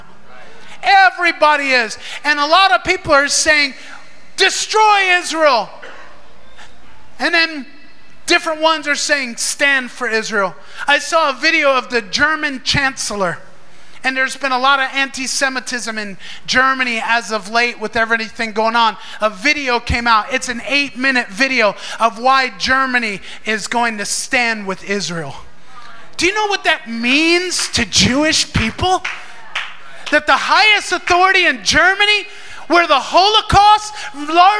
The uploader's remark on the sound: Recorded in Maranatha Family Church Davao's Sunday Service at FIRE School of Ministry Philippines in Davao City, Philippines